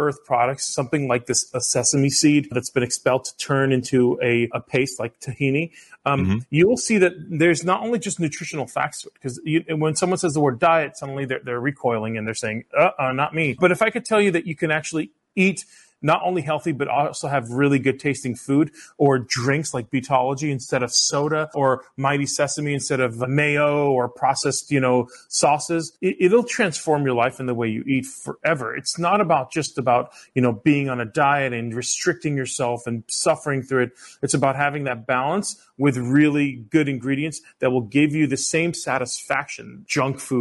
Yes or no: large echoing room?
no